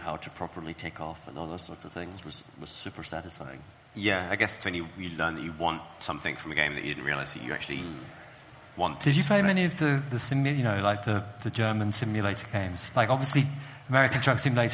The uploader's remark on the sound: Live from Rezzed! Plus: real live questions!